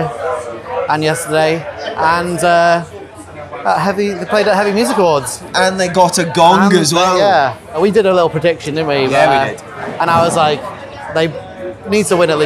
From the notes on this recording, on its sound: We ventured out of the studio for the first time and into the field as we covered Slam Dunk Festival 2023.